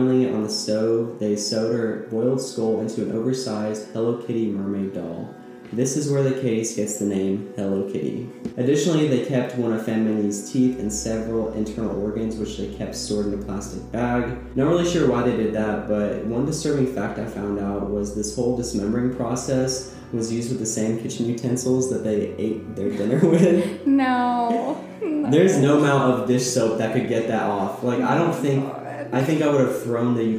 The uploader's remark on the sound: Sorry for the echo!